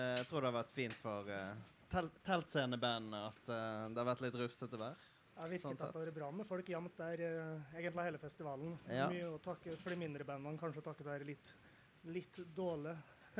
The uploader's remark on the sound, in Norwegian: Tonspod live på Tons of Rock 2018.